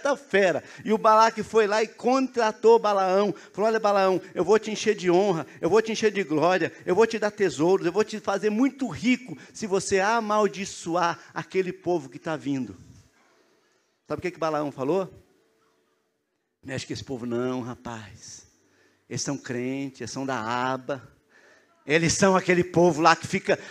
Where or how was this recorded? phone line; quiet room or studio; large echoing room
large echoing room